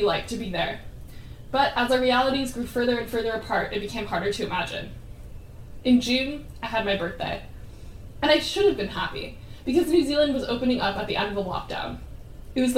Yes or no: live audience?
yes